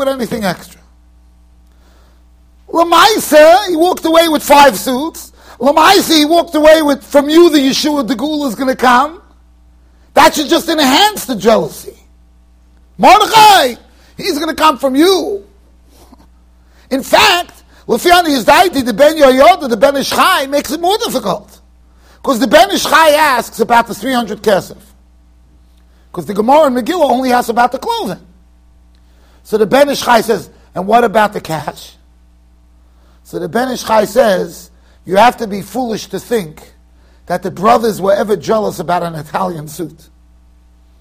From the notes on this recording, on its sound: Shiur recorded in Yeshivas Ohr Reuven, Monsey NY.